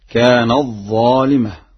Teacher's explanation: قرأها ورش بإدغام التاء في الظاء